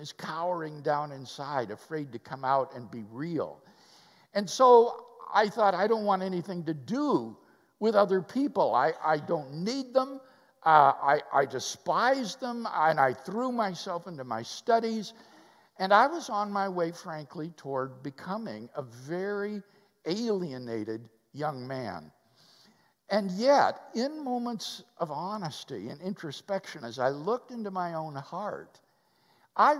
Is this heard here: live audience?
yes